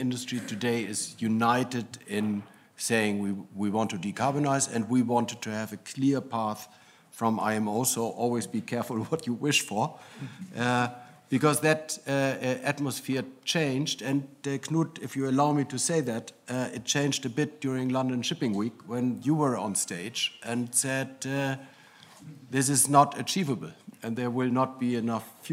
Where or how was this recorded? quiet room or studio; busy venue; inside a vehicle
busy venue